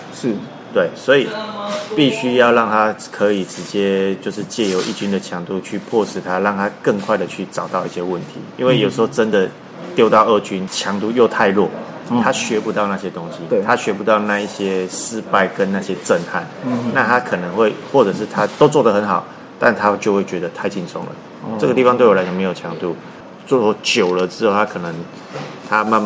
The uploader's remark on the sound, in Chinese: 本集錄音於球場，全程使用錄音設備較精簡，音質不佳請見諒。特別南下到獅隊春訓基地。